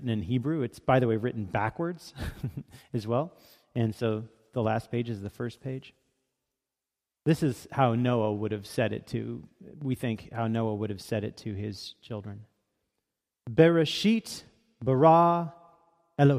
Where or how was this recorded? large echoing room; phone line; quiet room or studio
large echoing room